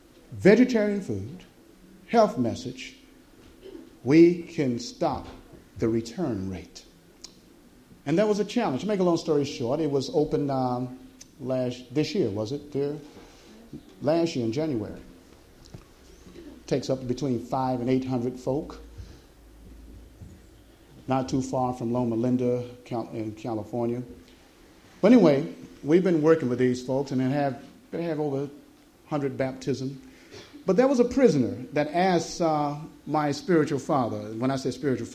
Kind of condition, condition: setting, live audience